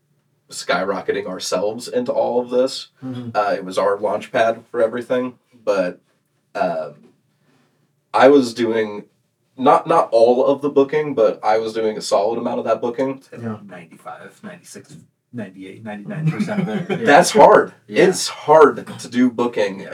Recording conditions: poor microphone